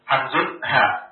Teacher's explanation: Maka dari aqsal halqi yang paling ujung ini, keluarlah 2 huruf, yaitu hamzun sama ha.